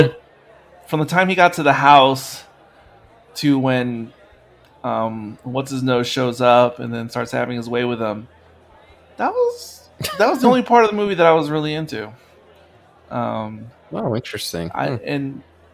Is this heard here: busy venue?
yes